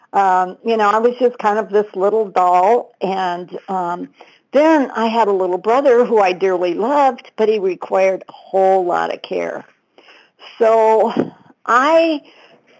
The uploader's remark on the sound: 100 Pounders Phone Meeting, 12/4/22